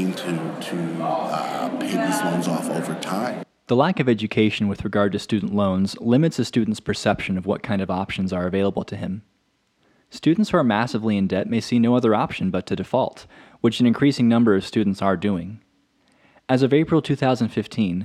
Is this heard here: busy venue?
yes